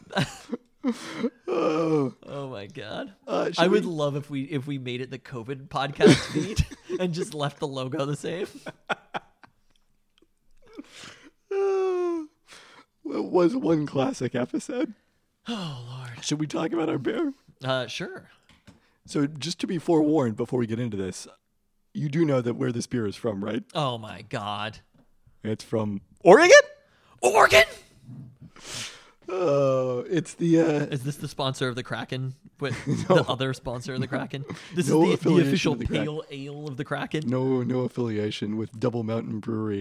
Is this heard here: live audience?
no